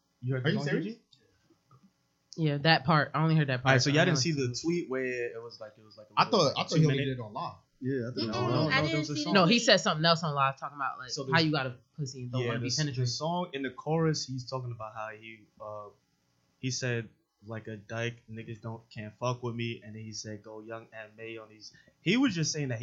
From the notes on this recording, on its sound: few audio issues this episode, apologies!